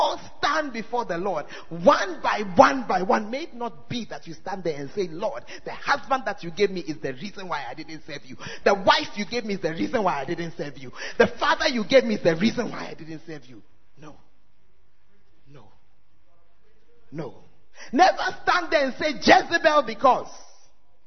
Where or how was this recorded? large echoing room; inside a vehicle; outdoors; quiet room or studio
large echoing room